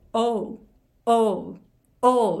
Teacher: しっかりとうっていう要素を最後に入れて O、O というふうにして発音してください